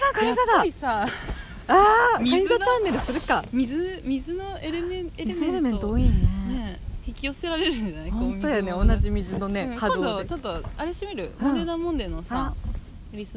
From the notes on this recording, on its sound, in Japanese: 俺たちの某森でピクニック収録。